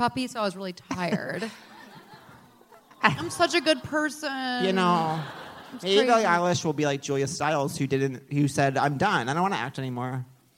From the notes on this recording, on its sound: live on stage at The Bell House